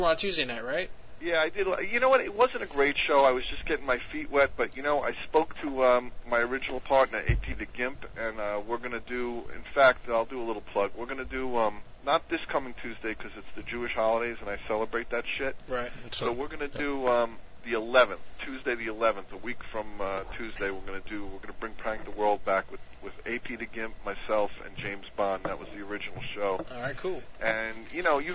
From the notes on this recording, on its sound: Prank Phone Calls